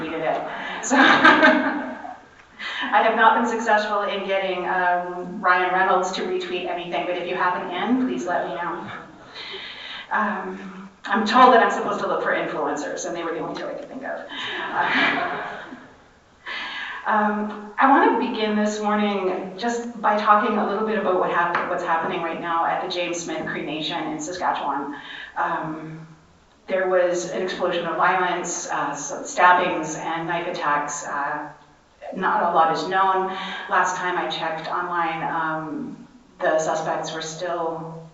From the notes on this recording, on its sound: session recorded at Socialism 2022